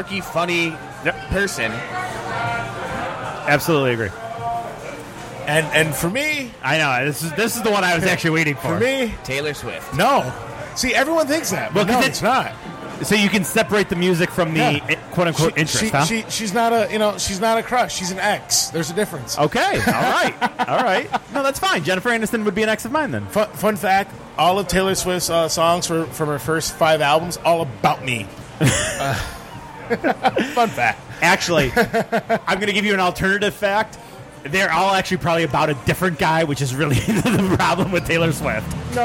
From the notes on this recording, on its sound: In The Box 06-03-2017 Live from Old Shillelagh.